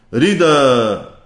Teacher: وإذا وقفنا نقف بإبدال التنوين ألفا